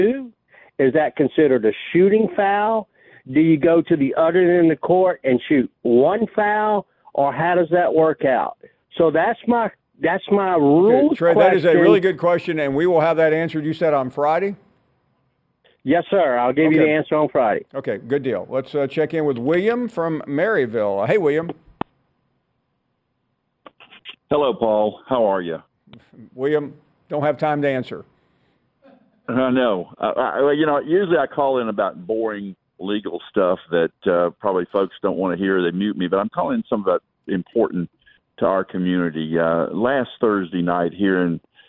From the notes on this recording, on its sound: we continue with more of your phone calls